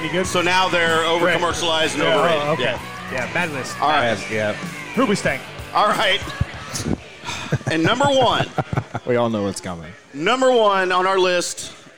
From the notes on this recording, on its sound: LIVE at Barrel & Bones in The Colony